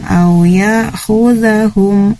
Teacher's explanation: Mohon izin untuk mengoreksi di ya khuzahum itu za-nya tidak panjang.